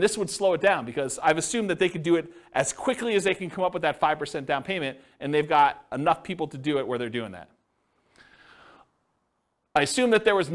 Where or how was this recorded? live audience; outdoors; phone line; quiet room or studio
live audience